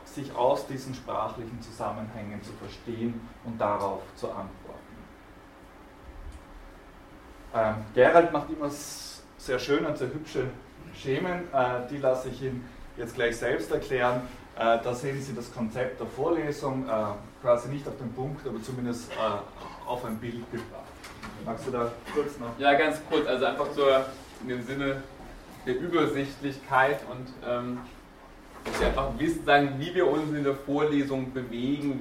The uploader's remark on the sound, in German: Diese Vorlesung wurde von Studierenden aufgenommen